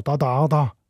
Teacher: Typisch ostschweizerisch ist außerdem, dass das S von das wegfällt. Da gefällt mir.